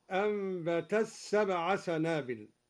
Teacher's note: أدغم الدوري التاء في السين هكذا أنبت السبع سنابل.